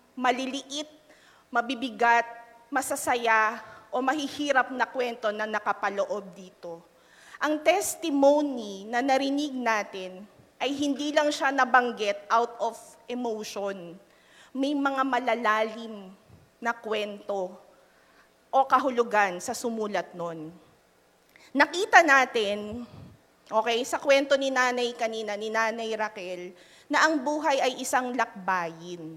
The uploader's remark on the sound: Live at Quest United 44th Anniversary